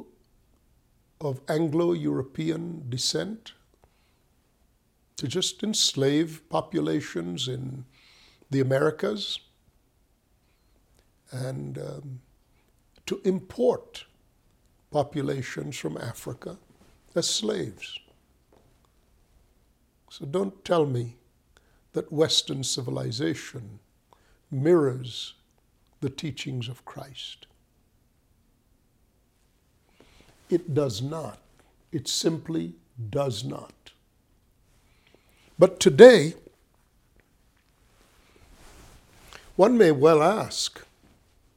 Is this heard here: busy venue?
no